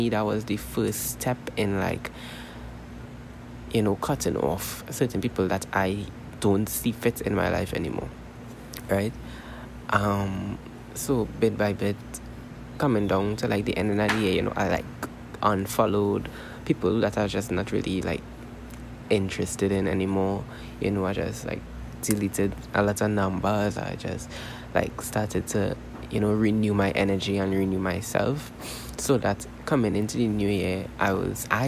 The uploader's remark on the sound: This episode was so unintentional, but I'm uploading it anyways. I do apologize for the background noises.